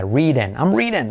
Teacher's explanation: Re, re, re. D como R suave, I como E